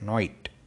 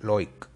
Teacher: the I sound in night and like, is more pronounced like oi. So the word I is pronounced oi.